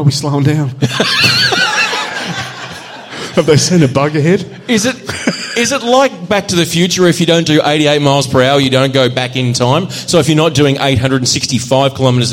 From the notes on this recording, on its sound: Live Show. With a kickass live audience.